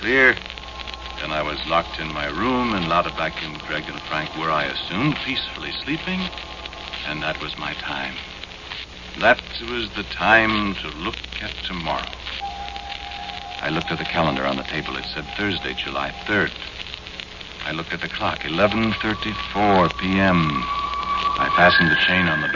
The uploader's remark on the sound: Audio is good for a change, only a little record noise and static.